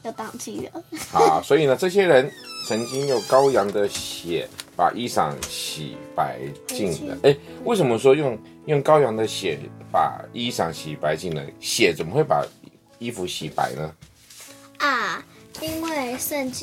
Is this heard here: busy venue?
no